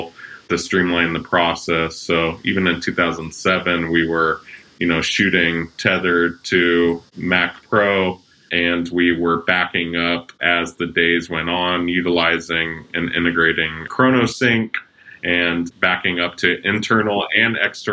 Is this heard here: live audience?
no